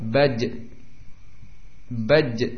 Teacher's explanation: Oh, lebih jelasnya ketika disukun. Baj, baj, sudah tertahan, tercekat, terhenti pengucapan suaranya, tidak panjang. Baj, ya, atau bak, tapi dengan cepat selesai, tertahan. · Term: syiddah